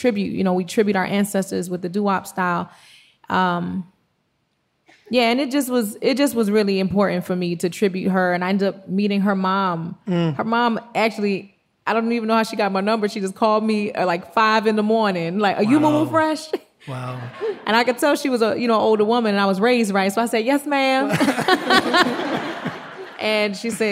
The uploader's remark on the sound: Live At The Apollo. A live audience at the Apollo Theater contributes ideas. This conversation was programmed as part of The Apollo’s Uptown Hall series. The podcast episodes are lightly edited from our live broadcasts.